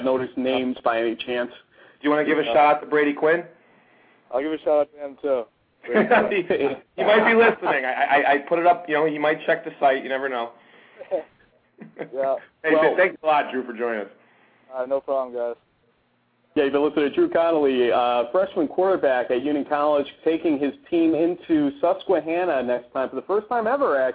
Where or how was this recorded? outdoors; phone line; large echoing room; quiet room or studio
phone line